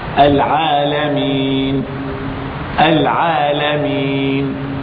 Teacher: اذا النون سكنت عروضا، وقبلها الياء مدية ساكنة، اذا تمد مدا عارضا للسكون